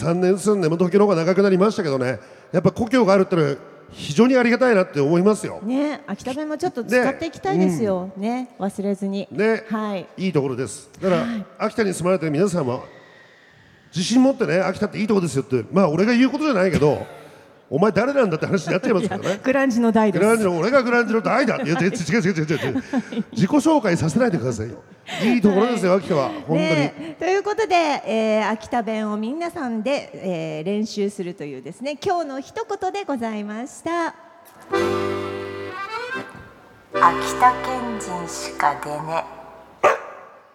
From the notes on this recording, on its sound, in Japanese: 秋田県内最大級のテーマパーク！？ イオンモール秋田にて公開収録が実現。大勢の観衆を前に、秋田話にも花が咲きました。